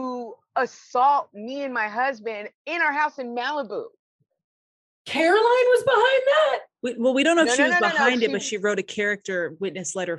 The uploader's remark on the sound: joins us in the BMB Zoom Room